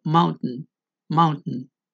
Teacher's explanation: Otro caso es lo que se conoce como glottal stop, que es cuando las cuerdas vocales se cierran y no hay producción de sonido en ese momento como por ejemplo cuando uno dice la palabra montaña, que es mountain, muchos hablantes pronuncian la T cerrando las cuerdas vocales y no suena la T